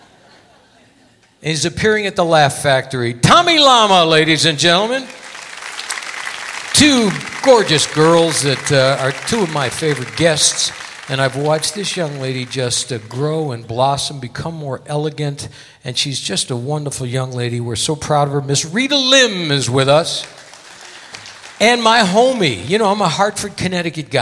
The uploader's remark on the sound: Live at the South Point Casino